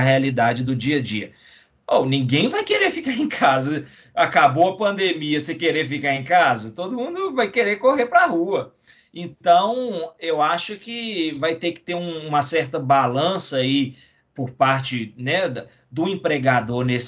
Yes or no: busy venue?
no